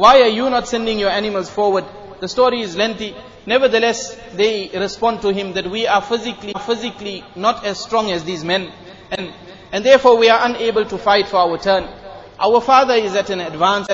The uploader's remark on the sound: Jumuah lecture at Masjid e Noor